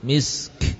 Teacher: Kafnya hanya hembusan nafas dari makhrajnya